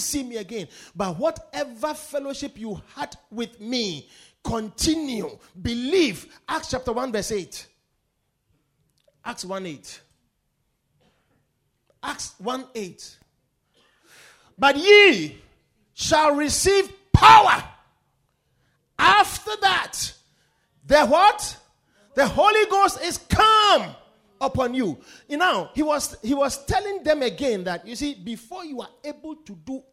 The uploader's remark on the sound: Preached at the Victory Secrets Service